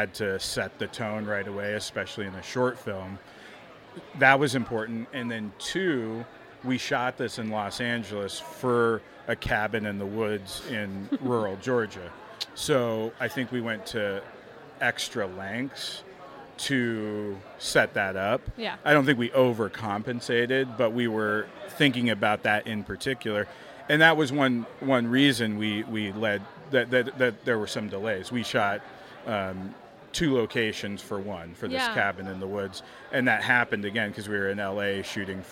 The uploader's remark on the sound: We are live, on-location at the TCL Chinese Theatre for AFI FEST 2023